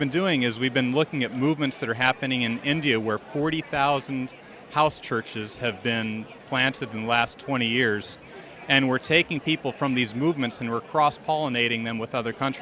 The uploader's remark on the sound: Join us as we broadcast live from Mission Connexion 2018, at Rolling Hills Community Church in Tualitan.